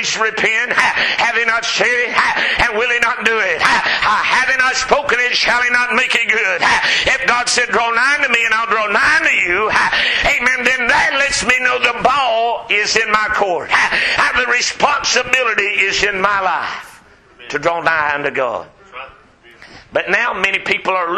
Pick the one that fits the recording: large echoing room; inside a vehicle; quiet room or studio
large echoing room